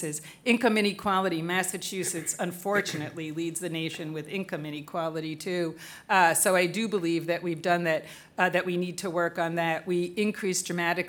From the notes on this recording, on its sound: We're LIVE from WeWork at 1 Beacon!